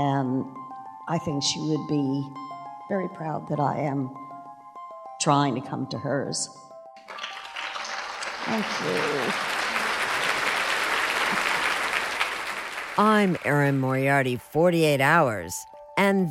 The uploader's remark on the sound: Live at CrimeCon.